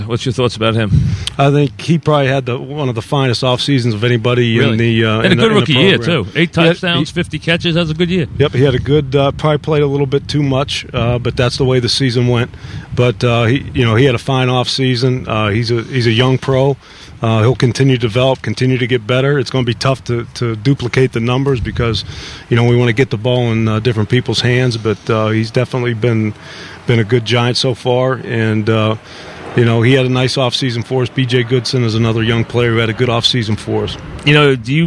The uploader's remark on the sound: live from Giant camp